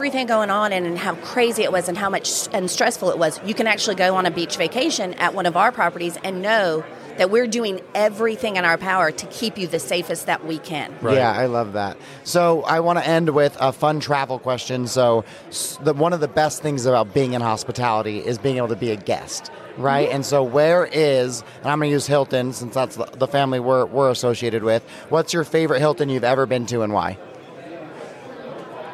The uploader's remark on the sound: Broadcasting live from one of the charming locales managed by Innisfree Hotels